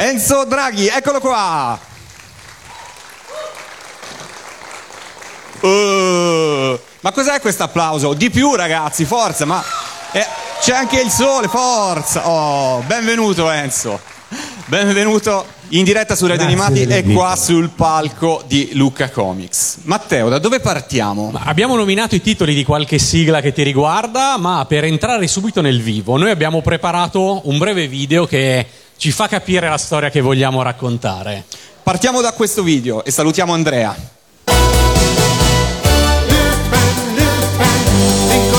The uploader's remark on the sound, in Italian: Dal palco centrale di Lucca Comics & Games 2018.